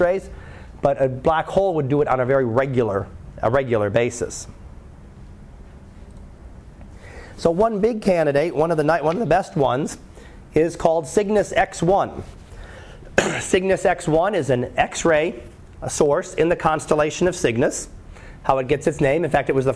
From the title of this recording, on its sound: Live Class Lecture